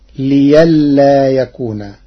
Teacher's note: قرأ ورش كلمة لئلا بإبدال الهمز ياء تخفيفا